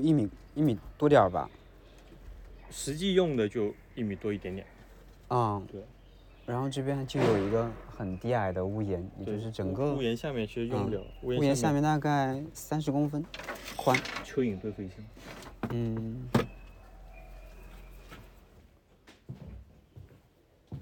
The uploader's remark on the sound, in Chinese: 本期主要是一次惊蛰的扬州散步。音频里有几段自然的声音。